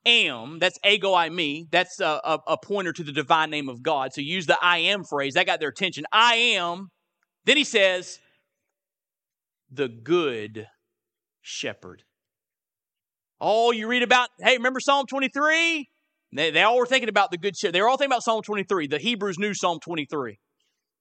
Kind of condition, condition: setting, large echoing room